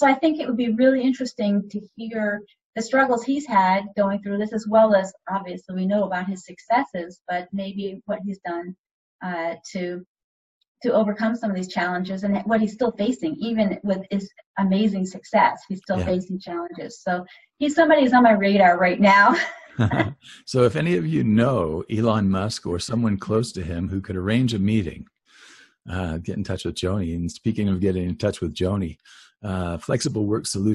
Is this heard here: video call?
yes